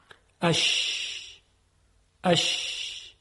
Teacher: وسط زبان به طرف بالا می ره و در مقابل کام قرار می گیره، به طوری که هوا از فاصله تنگی که بین وسط زبان و کام ایجاد شده است عبور میکنه. · Term: شین